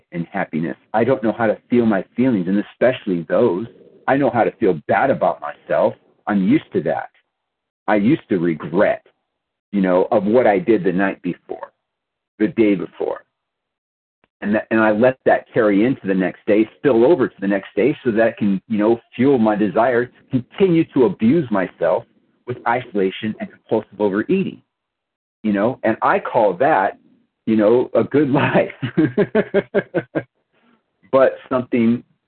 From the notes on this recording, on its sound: 100 Pounders Phone Meeting